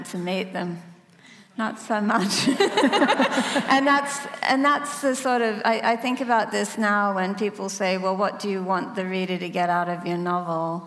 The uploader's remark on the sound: In this special event for Sydney Writers' Festival.